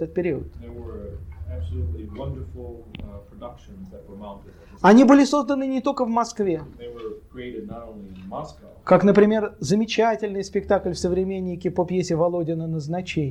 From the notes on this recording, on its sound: delivered at the University of Kansas on April 2, 1987 as part of the Russian Writers in Residence program.